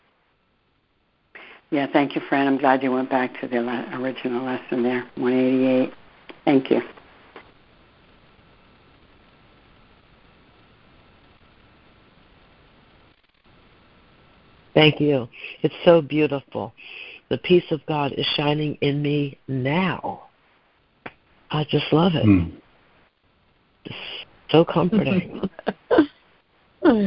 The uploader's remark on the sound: ACIM Daily Conference Call